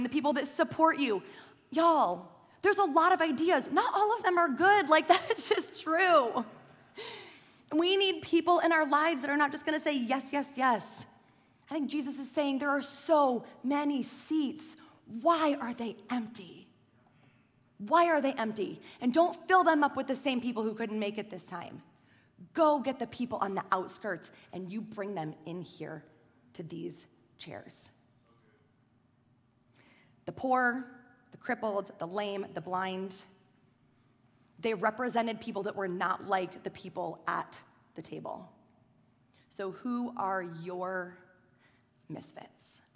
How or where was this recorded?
large echoing room